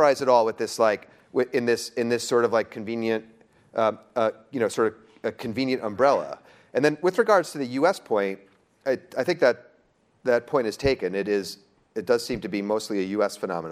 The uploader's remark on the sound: Live from ESG Conference in NYC. At Barclays’ inaugural ESG Conference in New York City.